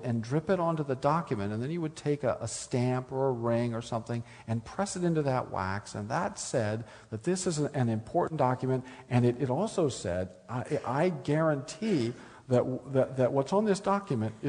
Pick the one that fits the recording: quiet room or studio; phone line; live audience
live audience